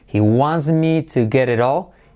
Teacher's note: fijaos lo que ocurre cuando convertimos la T en R suave